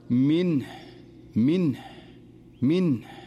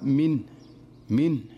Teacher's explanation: ومثال ذلك في قوله تعالى وهي كثيرة في القرآن عندما يقف على كلمة منه، فإذا وقف عليها فلا يقول منه، هنا تحركت النون والصحيح أن تكون ساكنة، فإذا وقف عليها القارئ أن يقول منه منه منه بهذه الطريقة، يسكن النون ولا يهمل إظهار الهاء · Shown in: first take · لأن الهاء حرف ضعيف، فإذا سكنت النون قد تختفي الهاء وهذا خطأ أيضا.